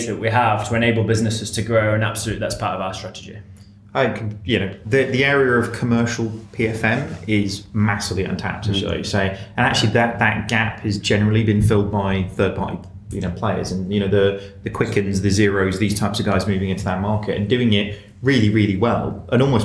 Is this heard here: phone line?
no